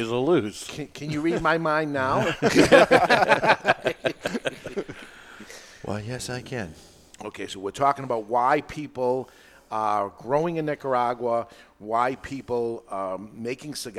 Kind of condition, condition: setting, live audience